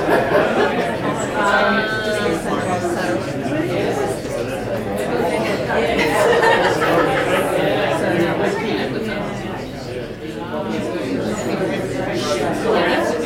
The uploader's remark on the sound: This episode of This Must Be The Place is a live recording from the party held for the 40th anniversary of the journal Urban Policy and Research, which took place at Melbourne University in early 2023. After that it’s a largely unedited live recording of the anniversary proceedings. Most of the recording is a live recording, but with some light edits. There’s a fair bit of room noise, clapping and familiar voices.